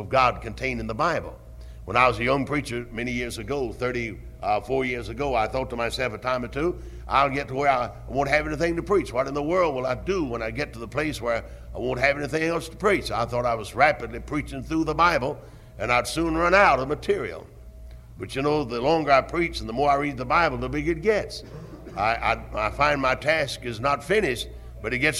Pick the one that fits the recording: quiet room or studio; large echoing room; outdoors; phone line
large echoing room